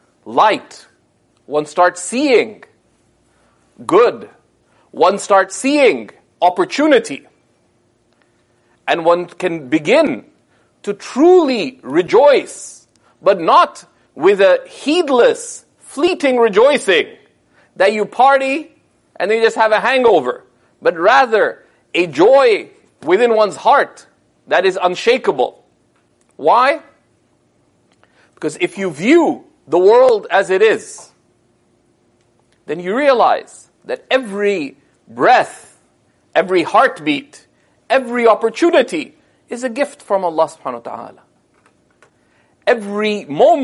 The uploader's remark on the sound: This sermon was delivered following the Ramadan 2018 program at SeekersHub Toronto.